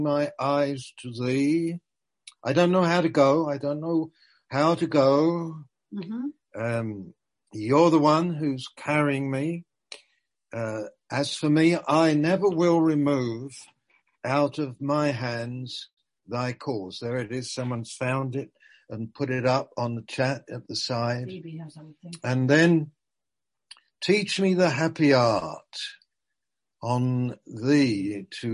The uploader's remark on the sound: Malaysia Meets (Zoom)